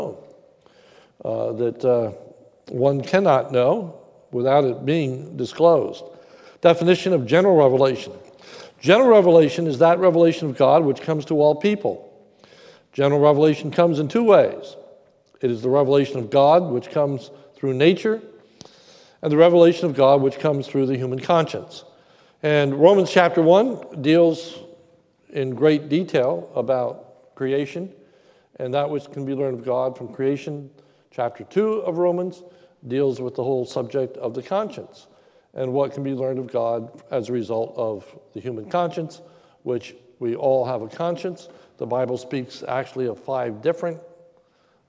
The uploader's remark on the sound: sermon recorded live at the Lebanon Bible Fellowship Church in Lebanon, PA on 08/22/2021 during the evening service